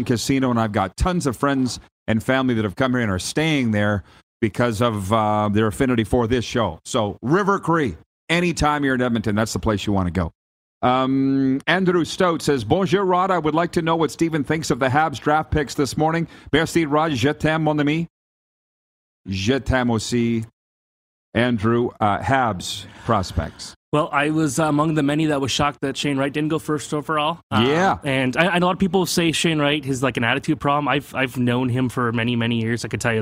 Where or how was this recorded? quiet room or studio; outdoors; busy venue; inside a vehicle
busy venue